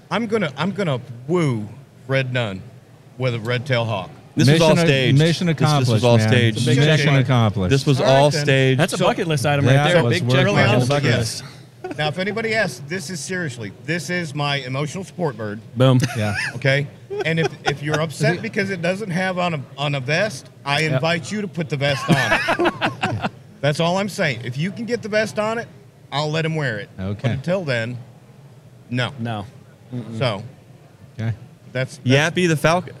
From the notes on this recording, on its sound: interviews from The Hive Life Conference 2023